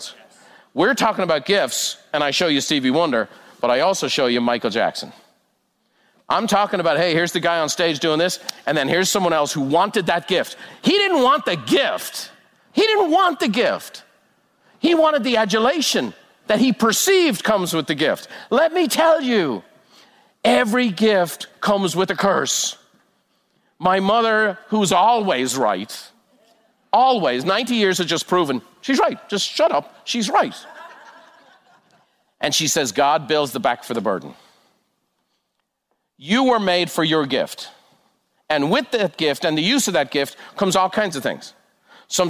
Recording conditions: live audience